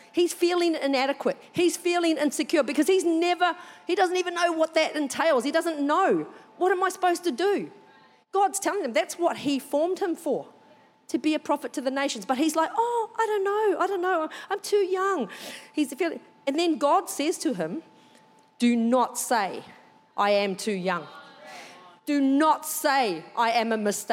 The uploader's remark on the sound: Recorded during our 9am service on Sunday, the 3oth of April 2023